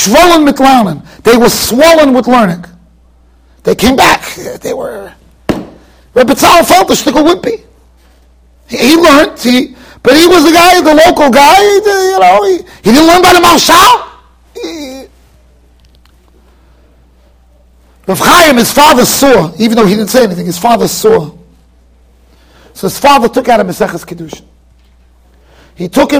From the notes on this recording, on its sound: Shiur recorded in Yeshivas Ohr Reuven, Monsey NY.